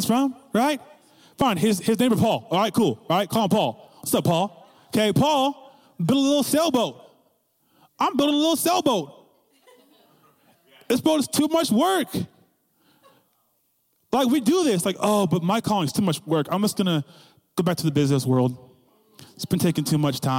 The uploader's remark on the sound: CYA WINTER CAMP 2022. Recorded Live at Faith Heights, Donelly Idaho.